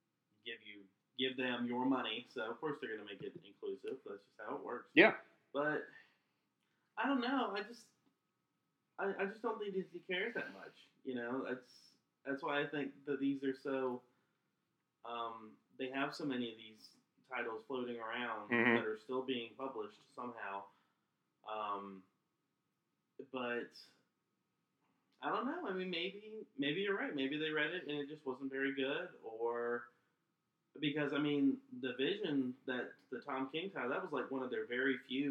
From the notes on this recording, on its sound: Please note that we had some microphones die on us so we had to switch to a different set-up to record this podcast. We apologize for the less than perfect sound quality.